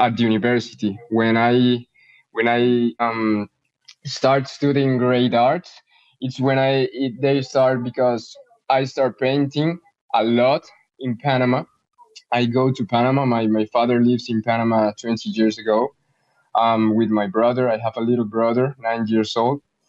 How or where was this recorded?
video call